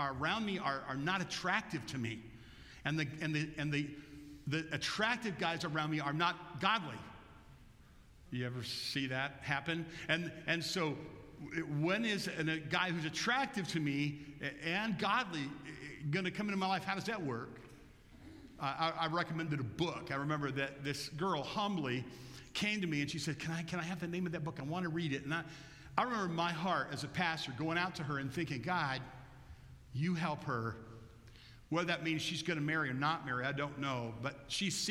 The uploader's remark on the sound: Bethel Church–Jackson, Michigan